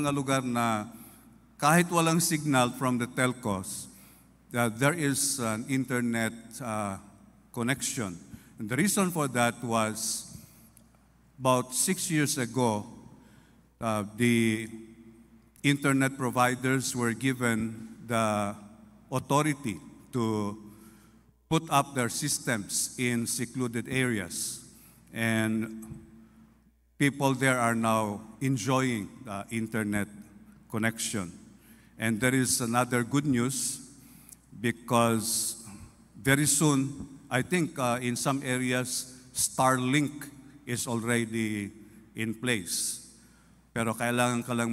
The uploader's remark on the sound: This podcast was recorded live last April 9, 2023 during our FIRST 4:30 am Sunrise Service at Zamboanga City Alliance Evangelical Church.